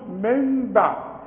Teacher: يحصل لها قلبة تتقلب على الوش الثاني تتقلب لميم ونخفي الميم ونغنها